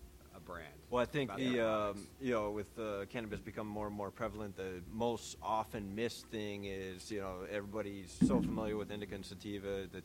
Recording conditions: busy venue